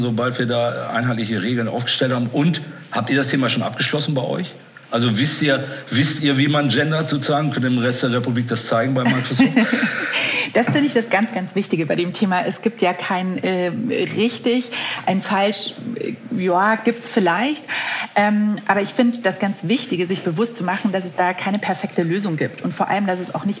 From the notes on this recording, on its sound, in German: KKongress Special 2021. Im Live-Podcast.